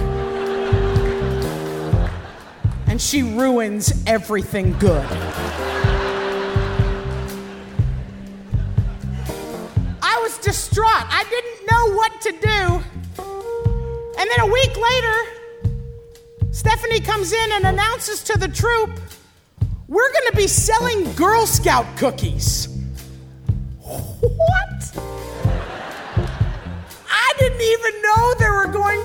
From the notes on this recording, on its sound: at the Brooklyn Academy of Music